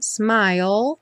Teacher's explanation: Essa palavra vai aparecer muitas vezes. Lembra que a gente termina o som dela com o L lá no céu da boca